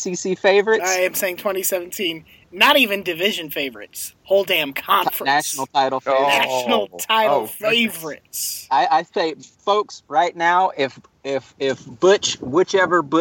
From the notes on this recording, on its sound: He's in a car, which sounds way better than you expect it to, really.